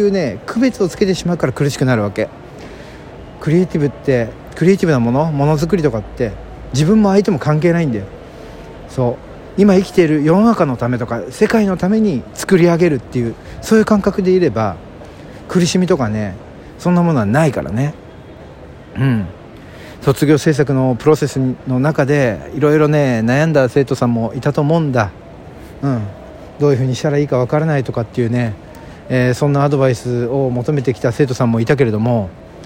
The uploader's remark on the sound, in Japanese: ロケトークも心乱れず収録できるようになりました。From Radiotalk。